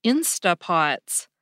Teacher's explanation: A lot of people seem to drop that NT sound at the end of instant